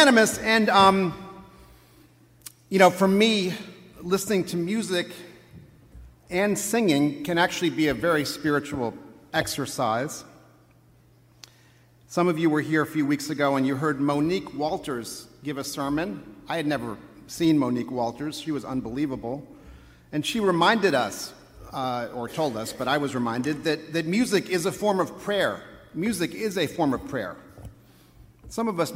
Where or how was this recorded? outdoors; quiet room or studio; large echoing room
large echoing room